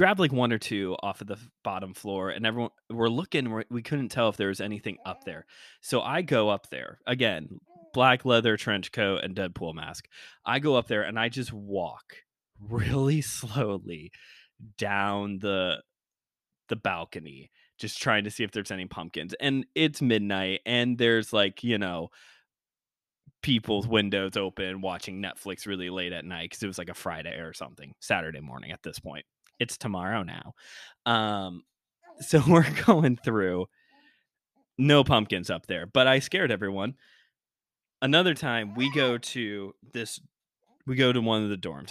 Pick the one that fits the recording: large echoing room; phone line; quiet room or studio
quiet room or studio